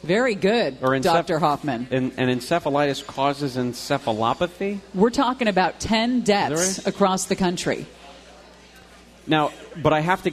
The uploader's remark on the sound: LIVE From BJ's In Orange. Live at BJ's Restaurant and Brewhouse in Orange.